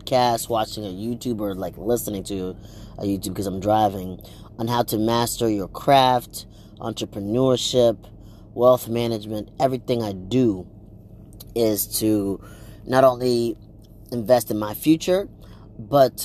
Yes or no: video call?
no